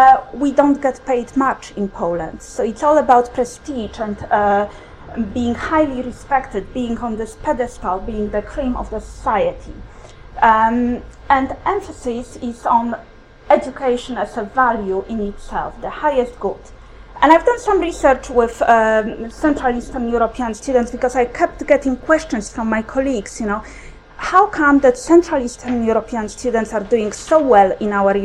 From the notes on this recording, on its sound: Speaks at SRHE International Research and Researchers Network Event - Migration and academic acculturation.